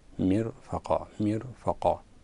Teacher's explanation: يرقق الراء لأن قبله مكسور